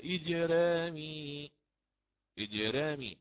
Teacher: الراء على الفتح، قبلها مكسور حال بينهما حرف الجيم، وهو ليس بحاجز أو بحسم مكين، فتقرأ على الترقيق